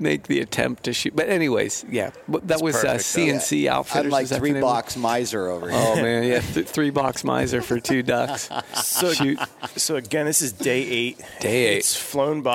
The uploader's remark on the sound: Live from the Great American Outdoor Show